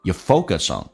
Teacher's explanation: You 其实轻轻的点了一下，发成一个也，而且用降调读